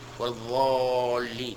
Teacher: ينطق بهذه الضاد ضاء مغلظة أيضا، يغلظ، نعم، يملأ فمه منها